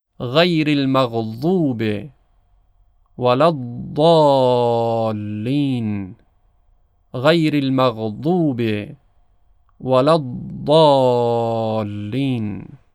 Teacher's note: حرف ضاد از تماس کناره زبان با دندانهای آسیای بالا تلفظ میشه. طرف راست یا چپ تفاوت نمی کنه، اما تلفظ ضاد از طرف چپ آسان تر هست.